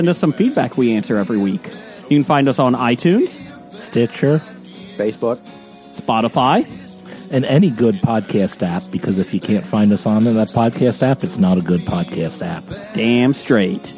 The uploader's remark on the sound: take you live to the floor of the 10th annual Chicago Comic & Entertainment Expo!